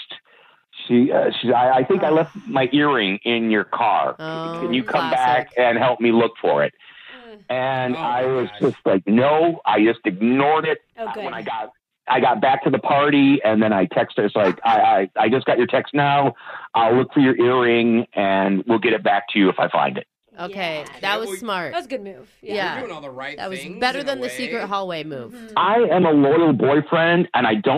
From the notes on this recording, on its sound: an Awkward Tuesday Phone Call